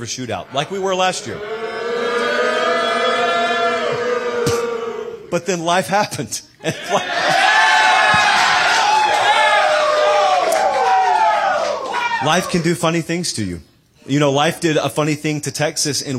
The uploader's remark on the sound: All that plus a loaded Q&A live from Tuscaloosa and added best bets on the Ramen Noodle Express.